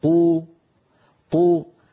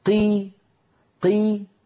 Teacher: أكيد قو كمية الهواء التي تملأ الفم أكثر من قي. قي أقل، صار عندي أكثر حالة من حالات الحرف العربي يمتلئ الفم بصدى الحرف أن يكون مفتوحا، يليه المضموم يليه المكسور.